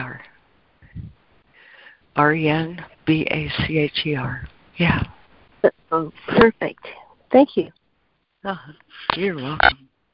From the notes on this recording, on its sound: ACIM Daily Conference Call